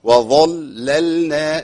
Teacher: يعني انا عايز حضرتك تخلص الظاء اللام من الظاء بدون اي اصابات. وظللنا هو ورش يقرأها كده وظللنا بيجيب اللام الاولى مغلظه